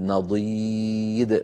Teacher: سكون الدال التي بعد الياء، نضيد، هذا السكون هو سبب هذا المد · Term: مد عارض للسكون